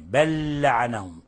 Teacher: ندغم اللام الأولى في اللام الثانية، بل لعنهم، وتصبح لاما واحدة مشددة · Term: إدغام متماثلين